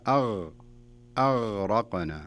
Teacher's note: أضفت قلقلة إلى الغين